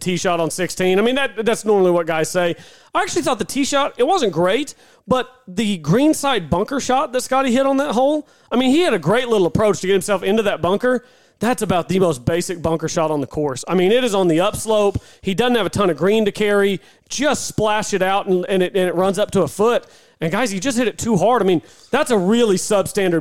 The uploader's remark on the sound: LIVE FROM ENDALZ SCRAMBLE!